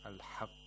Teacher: We have to hold the qaf a little and then release it. · Term: qalqala